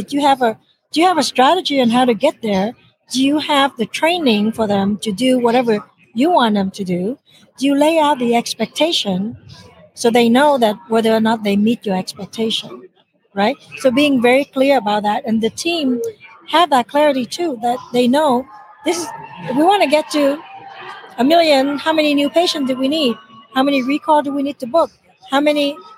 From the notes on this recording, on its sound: LIVE from SmileCon